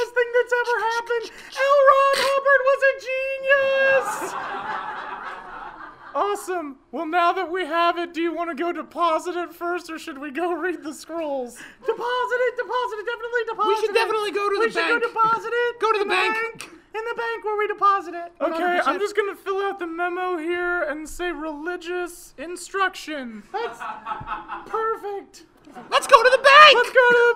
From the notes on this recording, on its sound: Recorded Live at The Kick Comedy Theater.